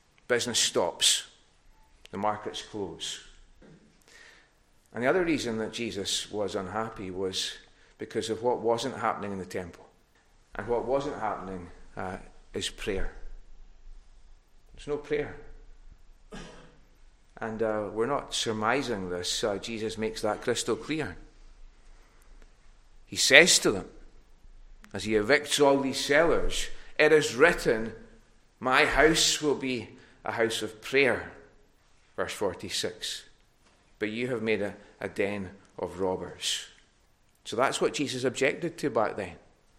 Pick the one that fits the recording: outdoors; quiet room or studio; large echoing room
large echoing room